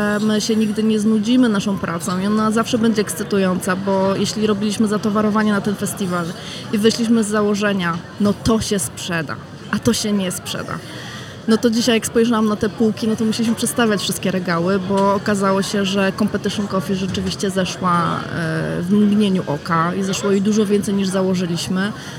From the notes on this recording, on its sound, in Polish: W rozmowach nagranych podczas Warszawskiego Festiwalu Kawy